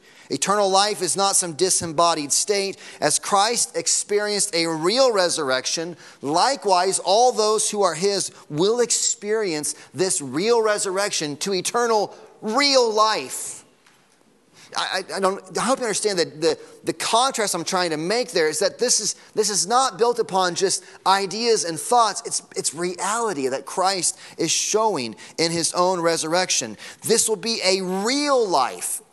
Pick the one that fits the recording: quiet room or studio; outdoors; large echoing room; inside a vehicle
large echoing room